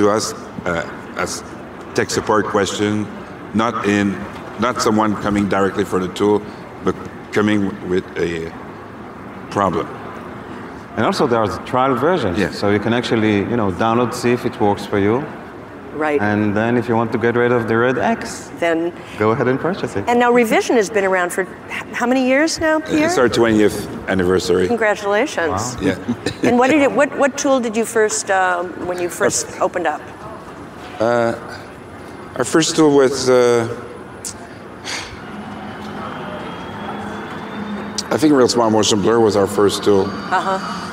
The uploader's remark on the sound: 2019 #NABShow Live